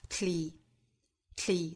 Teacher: 这个时候在英音之中呢，一般会发成舌边爆破的 t